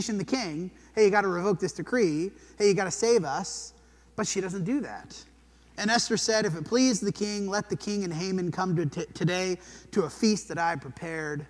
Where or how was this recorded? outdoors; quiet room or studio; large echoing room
large echoing room